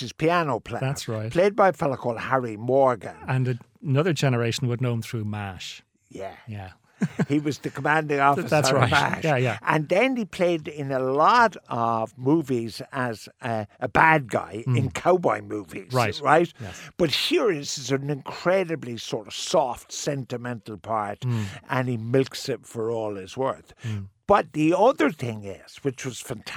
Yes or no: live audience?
no